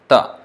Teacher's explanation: Ta is dental sound. Ta. When you put your tongue at the teeth. Just behind the teeth. Upper teeth.